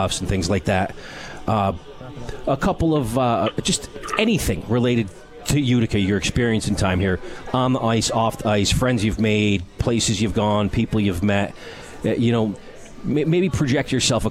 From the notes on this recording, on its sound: Live from Swifty’s for Comets Insider.